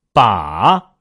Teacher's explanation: 读这个字的时候，前半部分很像是气声 · Term: 赏声